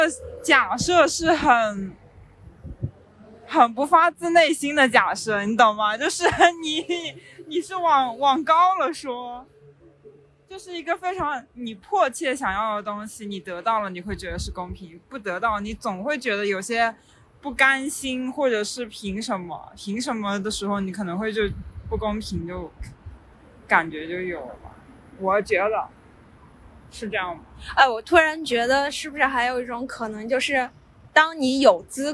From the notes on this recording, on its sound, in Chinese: 因为是散步录音，所以过程中会有一些环境杂音